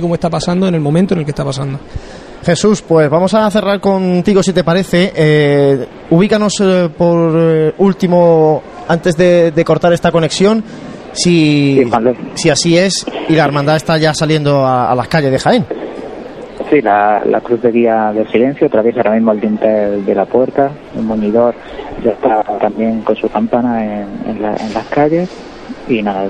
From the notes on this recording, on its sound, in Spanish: Primera conexión en directo con la Parroquia de Cristo Rey, momentos previos a la salida del Silencio.